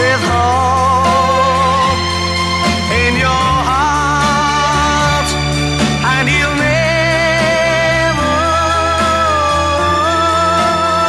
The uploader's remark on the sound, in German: Diese Podcast-Folge wurde live aufgenommen auf der Waldbühne des Internationalen Sommerfestivals Kampnagel in Hamburg.